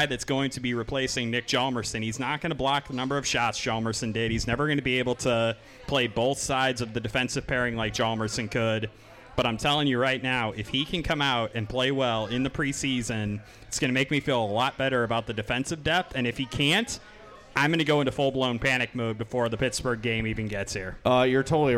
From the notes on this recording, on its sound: Live at Chuck's. In this very special live edition of the Madhouse Podcast. From Chuck's in Darien.